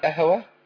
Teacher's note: يعني نحافظ على عدم تحريك الهاء تسكينها تسكين ميت · Term: تسكين الهاء